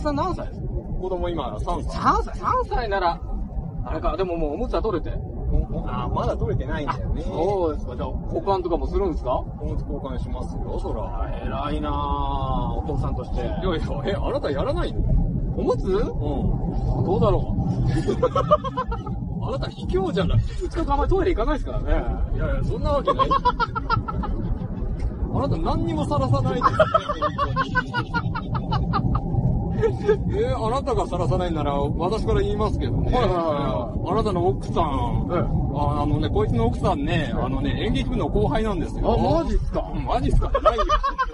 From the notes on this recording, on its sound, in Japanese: 音質悪いです。